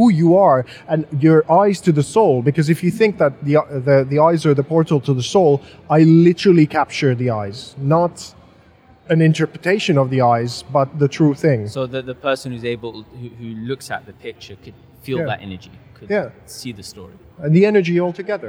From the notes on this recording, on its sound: We're super excited to be recording this episode live at the Future Blockchain Summit which was part of Gitex 2020 in Dubai, one of the only in-person events that took place in this crazy 2020 year.